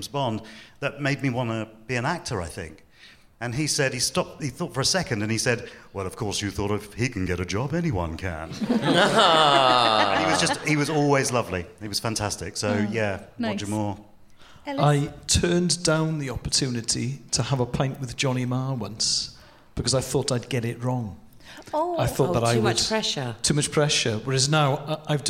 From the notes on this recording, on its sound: Recorded at The Shaw Theatre, London